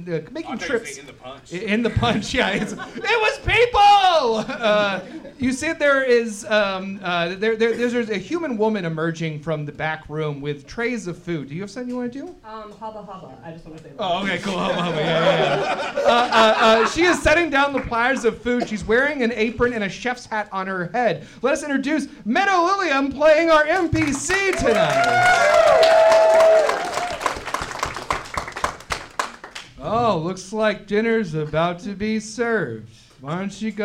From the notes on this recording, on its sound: Here’s another tale of adventure from our new live show, Thirst For Adventure! We’re still figuring out how to record in a huge room, so apologies for the rough audio.